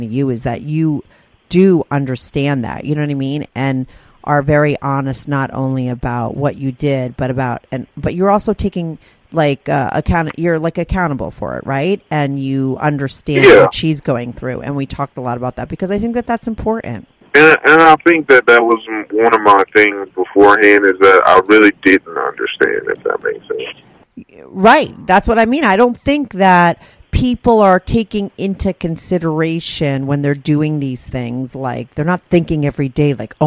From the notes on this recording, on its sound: he called in to talk all about it